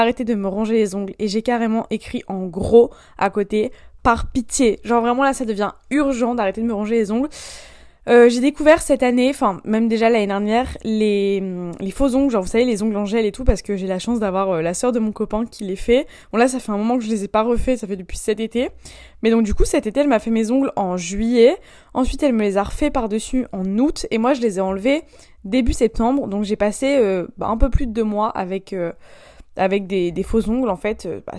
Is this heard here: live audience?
no